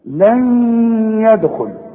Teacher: بعد النون الساكنة ياء والياء من حروف الادغام فهنا لازم اغن · Term: ادغام بغنة